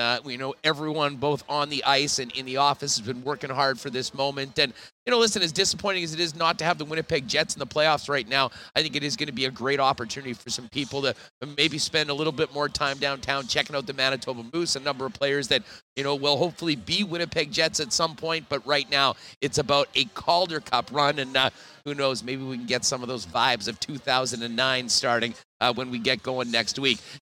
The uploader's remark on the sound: LIVE at Bar Canada at The D Hotel in Las Vegas